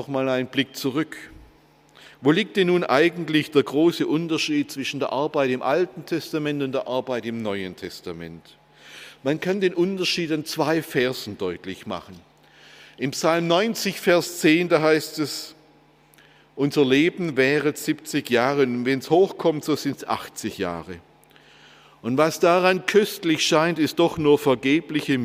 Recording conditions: large echoing room